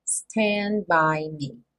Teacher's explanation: eu tô com a língua no sal da boca para fazer o N, stand, eu já fecho os lábios para fazer, então, o B do by